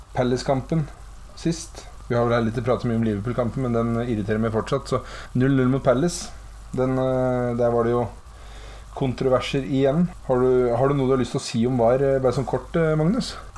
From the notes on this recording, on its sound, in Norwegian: Mye tekniske problemer med denne